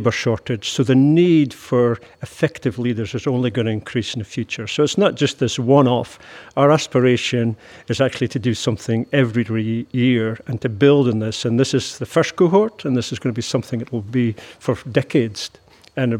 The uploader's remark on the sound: Recorded this episode at their recent graduation event.